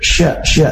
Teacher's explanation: Makhraj syin adalah dari tengah lidah yang bertemu dengan langit-langit atas. Nah, salah satu sifat khasnya adalah tafasyi, yaitu tersebar udara ketika mengucapkan huruf syin.